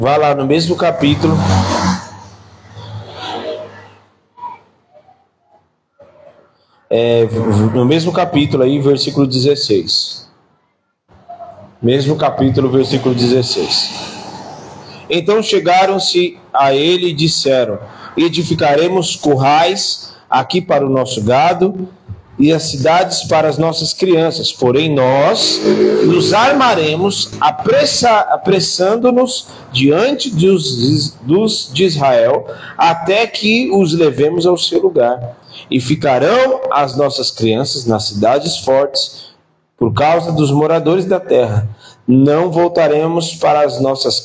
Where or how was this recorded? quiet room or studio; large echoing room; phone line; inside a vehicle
large echoing room